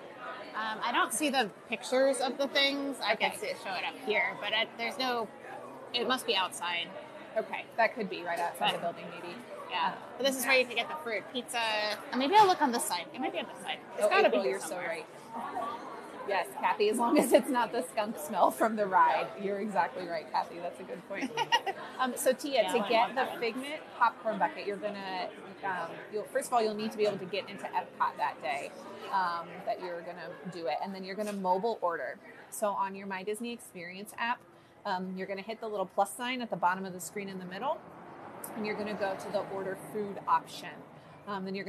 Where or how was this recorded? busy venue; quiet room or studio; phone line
busy venue